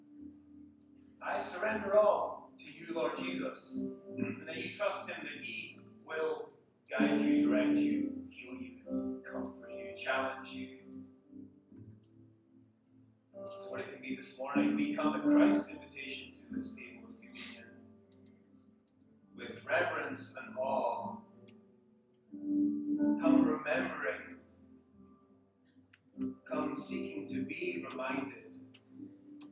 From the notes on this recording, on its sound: Unfortunately, we had some issues with our audio system, so the sound quality isn't what it normally is.